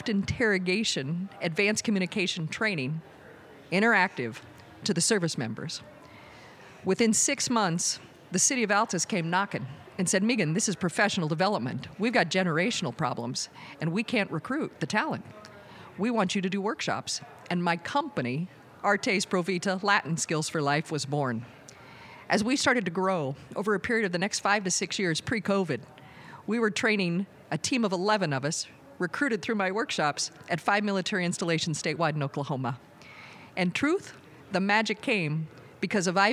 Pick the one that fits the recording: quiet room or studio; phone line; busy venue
busy venue